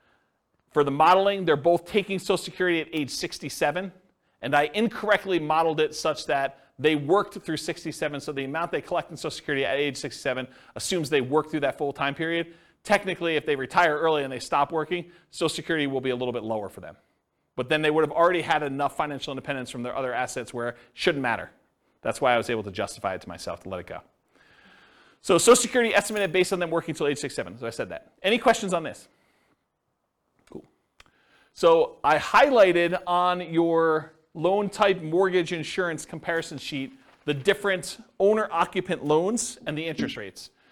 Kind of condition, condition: setting, live audience